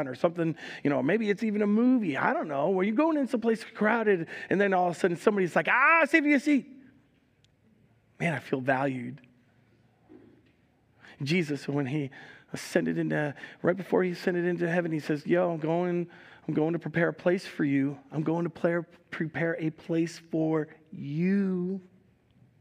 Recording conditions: large echoing room